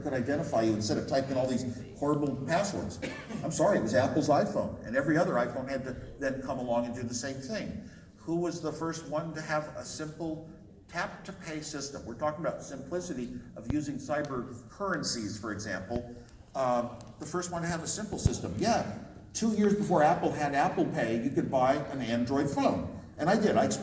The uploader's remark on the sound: LIVE at Crypto Invest Summit 2018 (part 1)